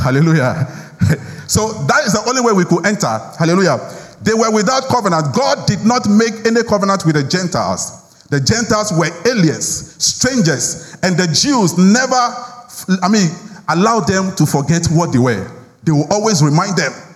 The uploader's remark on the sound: Sermon preached at CBC Shiashie Campus